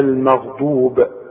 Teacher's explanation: خلاص، والغين اهي مفخمة لكن هي اقل درجة من المفتوح. الغين اللي عليها السكون بتبقى اقل درجة في التفخيم